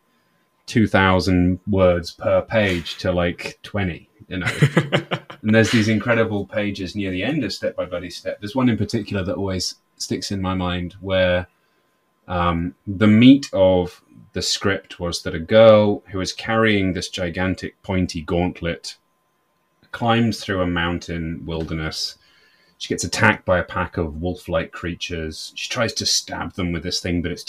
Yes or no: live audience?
no